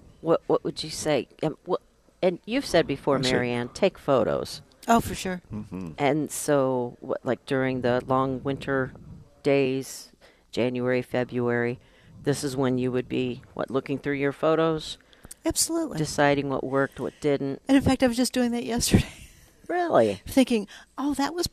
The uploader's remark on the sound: Live from Prairie Gardens